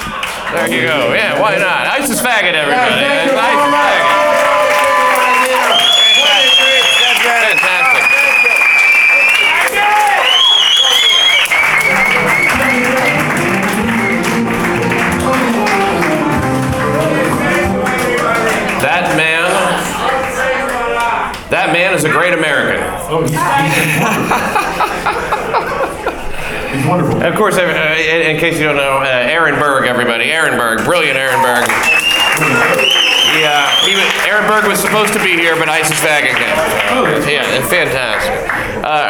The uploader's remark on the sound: LIVE at West Side Comedy Club. This LIVE show was recorded using microphones in the room in order to capture the feel of being in the room, and though it's totally listenable and captures the moment, it does not represent the same sound-quality of a typical episode.